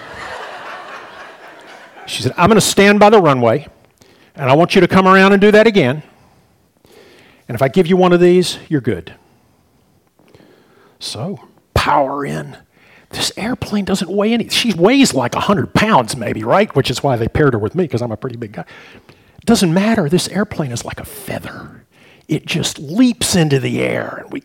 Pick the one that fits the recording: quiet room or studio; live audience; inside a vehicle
live audience